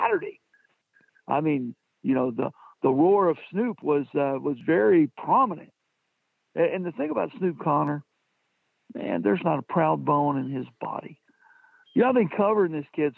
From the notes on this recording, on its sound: joins on the Modern Woodmen phone line